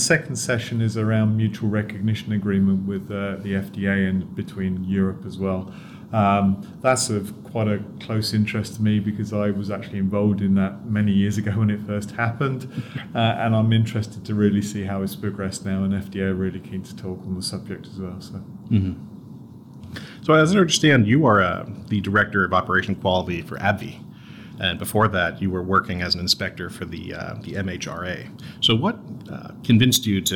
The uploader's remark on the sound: This interview took place at the 2023 PDA/FDA Joint Regulatory Conference with over 800 attendees.